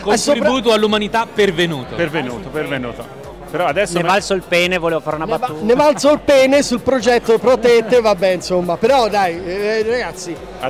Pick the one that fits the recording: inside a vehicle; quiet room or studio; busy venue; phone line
busy venue